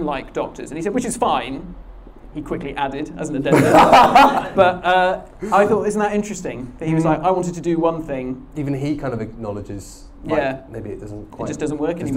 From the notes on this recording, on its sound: LIVE at Pandorica 2021.